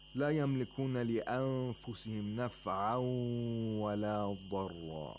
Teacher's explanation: We have idgham of نون ساكنة مع الغنة in the phrase نفعا ولا ضرا. The waw is nasalized because there is a tanween followed by waw